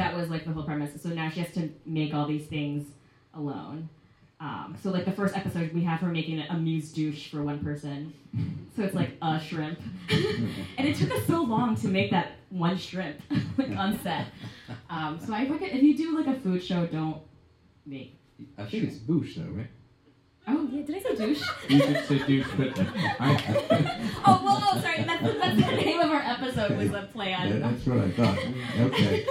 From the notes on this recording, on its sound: This live episode features a wide ranging discussion. The good looking audience.